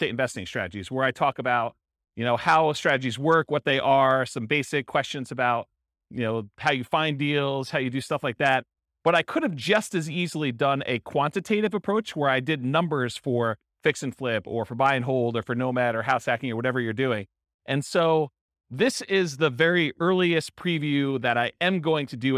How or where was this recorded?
live audience